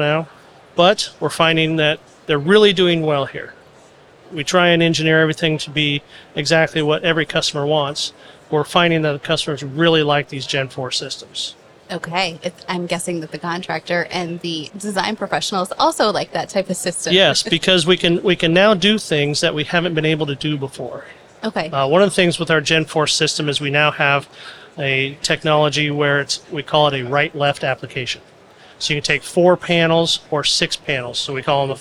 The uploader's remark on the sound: A23 Live. In this A’23 on location episode.